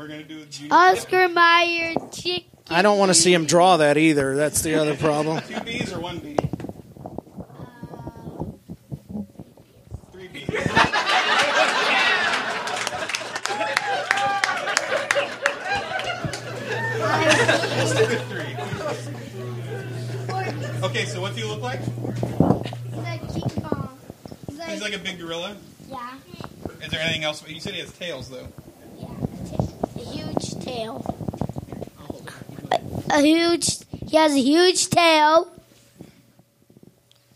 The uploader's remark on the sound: Panel Discussion from the Axeiversary Event. This is the audio captured from the Axeiversary event on January 27th at Meltdown Comics in Los Angeles, California.